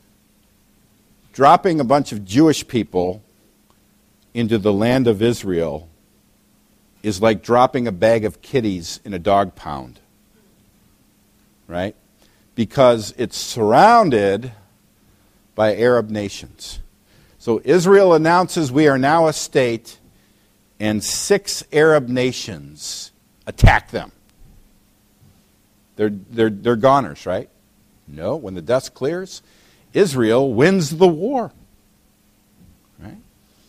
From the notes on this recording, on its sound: preached at Valleybrook Community Church meeting at Blackberrycreek Elementary School in Elburn, IL